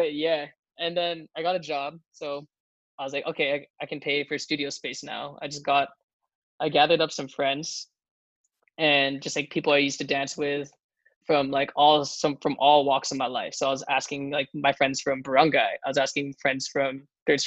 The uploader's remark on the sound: This episode was recorded via Zoom.